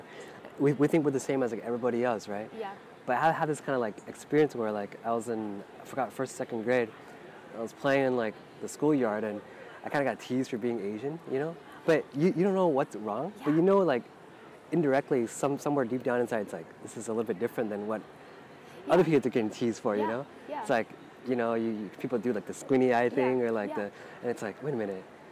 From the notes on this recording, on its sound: We recorded the episode outdoors so sorry for the background noise (makes it more natural).